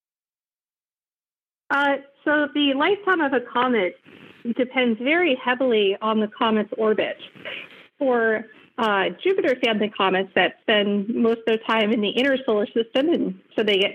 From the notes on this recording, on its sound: The second part of the podcast is a media teleconference where the media get to ask the experts their questions